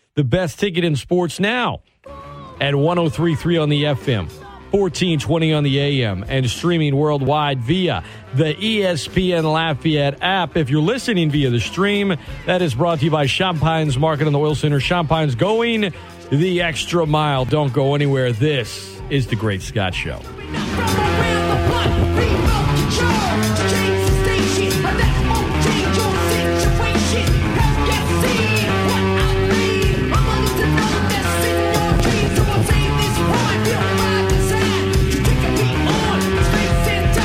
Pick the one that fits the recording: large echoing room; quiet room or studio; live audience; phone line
phone line